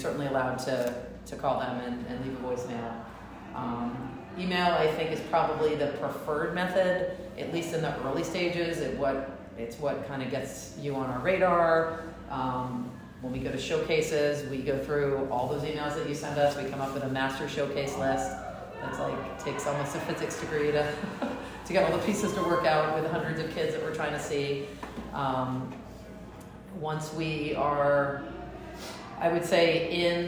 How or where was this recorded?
live audience